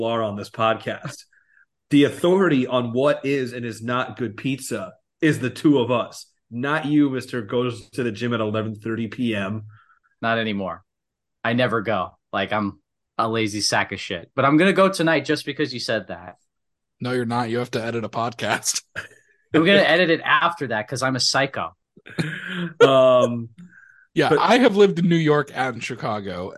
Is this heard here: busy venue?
no